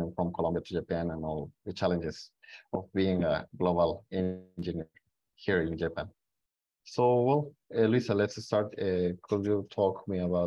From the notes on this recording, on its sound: 収録場所： オンライン (Zoom). Venue: Online via Zoom.